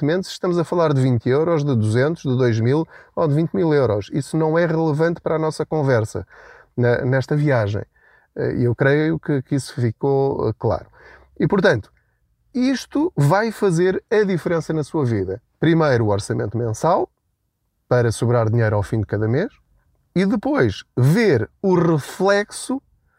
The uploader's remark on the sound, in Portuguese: Não ligue aos barulhos da viagem.